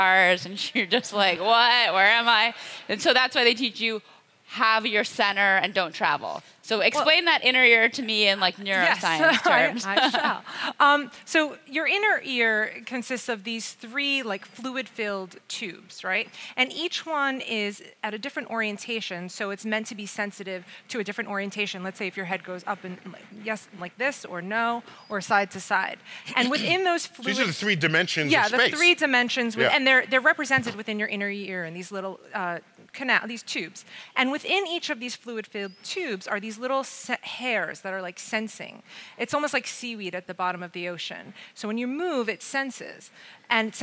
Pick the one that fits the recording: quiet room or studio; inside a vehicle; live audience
live audience